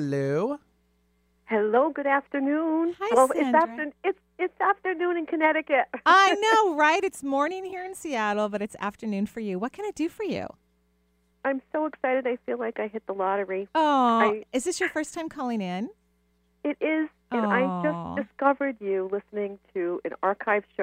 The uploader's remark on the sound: Enjoy this call in show.